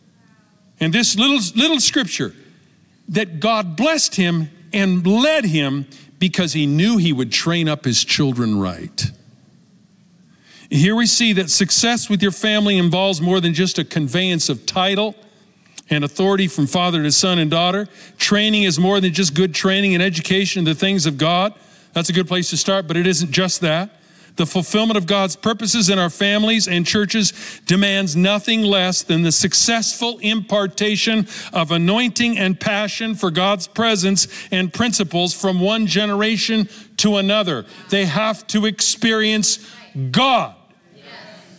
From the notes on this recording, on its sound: Recorded live at Capital Church in Meridian, Idaho